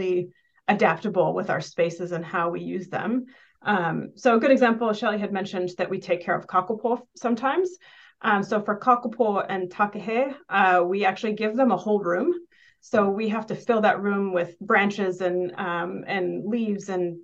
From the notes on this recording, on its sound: Listen to a recording of the first of two live Q&A sessions from the LEARNZ online field trip